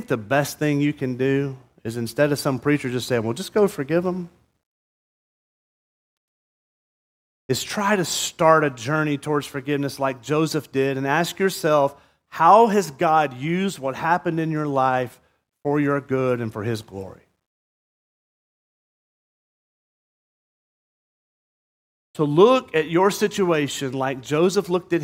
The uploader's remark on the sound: At Murrieta Valley Church in Murrieta, California.